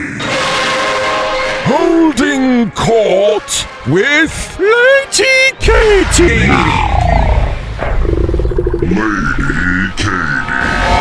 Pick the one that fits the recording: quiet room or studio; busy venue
busy venue